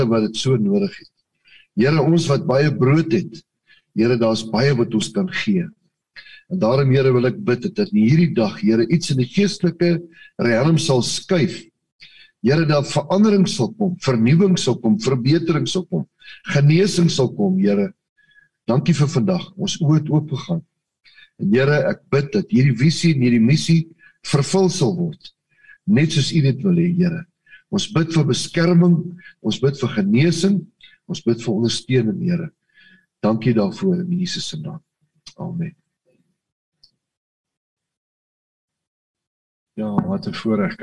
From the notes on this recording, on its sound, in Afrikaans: Manne van die Woord Zoom Byeenkoms 7 Junie 2022